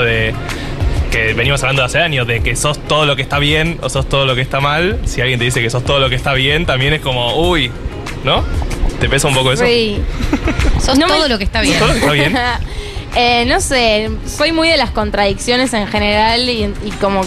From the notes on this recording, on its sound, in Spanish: En vivo en la terraza de Yunta